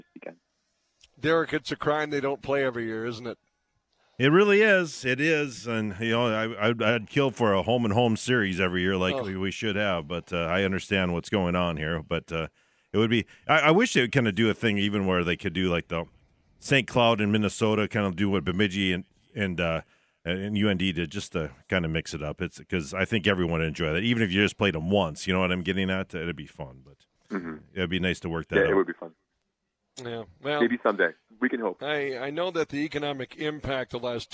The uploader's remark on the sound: live from Applebee's on 13th Ave South in Fargo